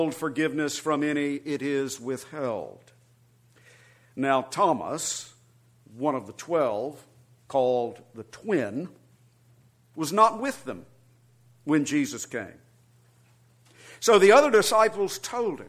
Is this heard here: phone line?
no